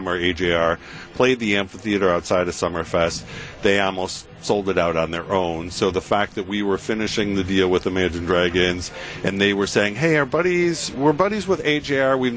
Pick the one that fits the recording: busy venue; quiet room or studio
busy venue